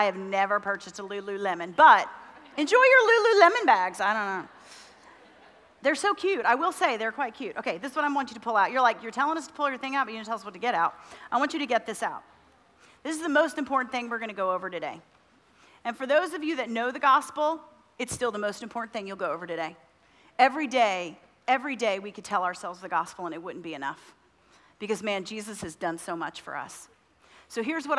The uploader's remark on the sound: Women At The Mount Conference 2023 :: Session 1